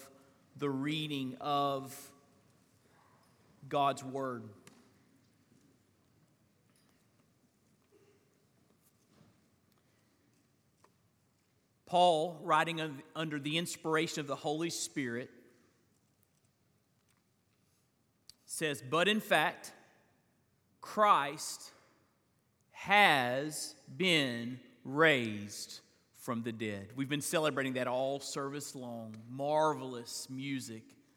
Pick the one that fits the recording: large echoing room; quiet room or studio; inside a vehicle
large echoing room